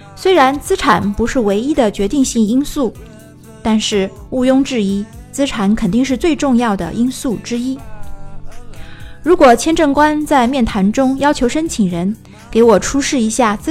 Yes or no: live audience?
no